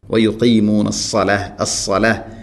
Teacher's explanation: സ്വാദ് ഉച്ചരിക്കുമ്പോൾ അത് ഇസ്തിഇലാന്റെ അക്ഷരമാണ്, സ്വരഭാരത്തിൽ ഉച്ചരിക്കേണ്ട അക്ഷരമാണ്. നാവിൻ്റെ മധ്യഭാഗം അണ്ണാക്കിലേക്ക് ഉയർന്നു നിൽക്കുന്ന രൂപത്തിലാവണം.